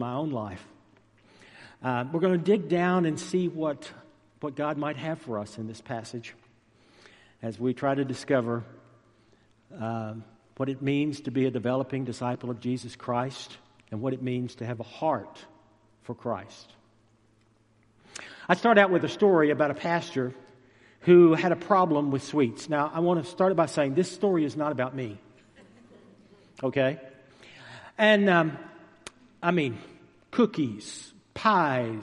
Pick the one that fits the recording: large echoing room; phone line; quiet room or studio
large echoing room